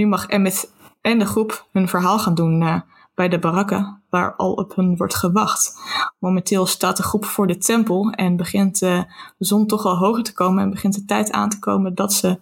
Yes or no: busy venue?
no